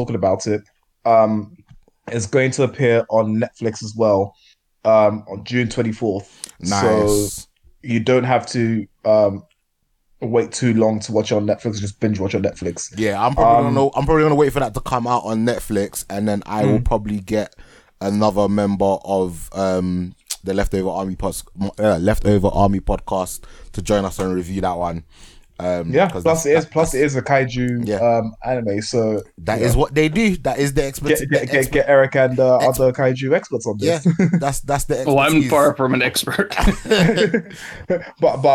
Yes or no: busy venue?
no